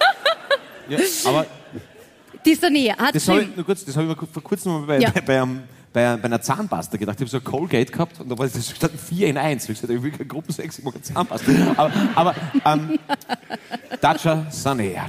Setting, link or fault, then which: setting, live audience